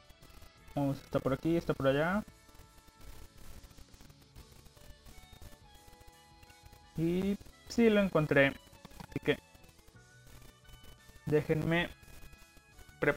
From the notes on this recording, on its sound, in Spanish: ruido de fondo